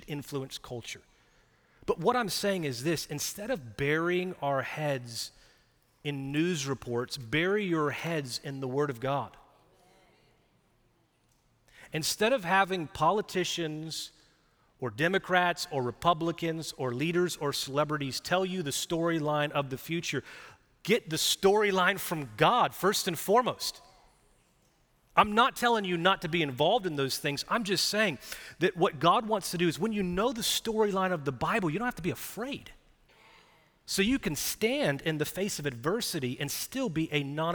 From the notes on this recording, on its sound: Recorded live at Brookwood church on 4.16.2023